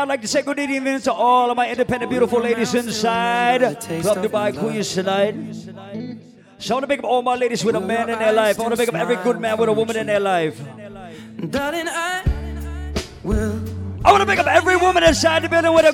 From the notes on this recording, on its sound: LIVE AT CLUB DUBAI IN QUEENS NYC ON JULY 31st